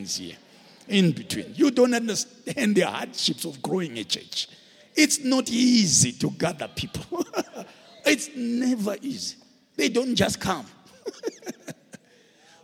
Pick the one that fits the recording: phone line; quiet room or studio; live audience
live audience